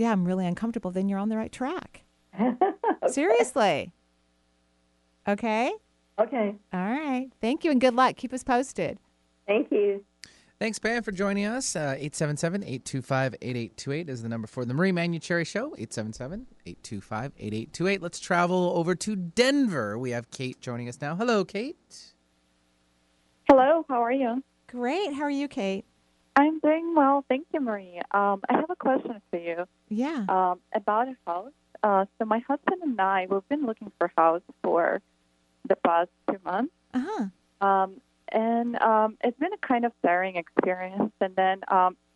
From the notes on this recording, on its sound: took calls today from Spain, Arizona, Washington, and California